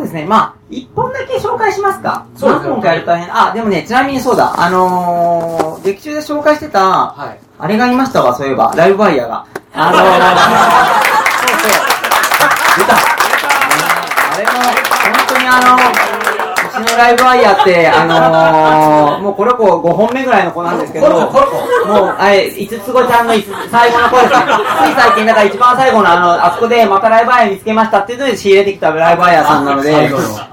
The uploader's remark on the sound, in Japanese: 公開収録 inシネマスコーレ。